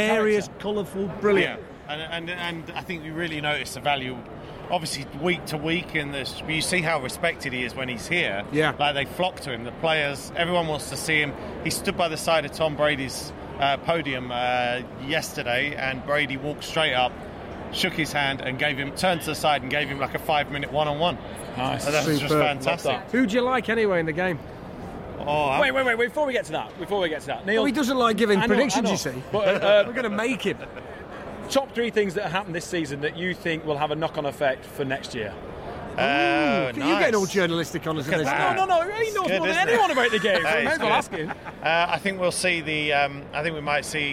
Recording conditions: busy venue